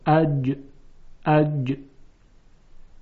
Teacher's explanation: صدایی است که با قوت هست و حالت قطع صوت در اون وجود داره · Term: صفت شده